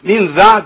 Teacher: أقلب نون الساكنة إلى ميم، ثم بخفي الميم عند الباء. · Term: الإقلاب